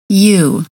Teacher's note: the long U sounds like a Y sound plus the OO sound. Put those together and we get U.